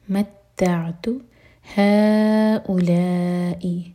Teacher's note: ها چار حرف کا لمبا یہ مد منفصل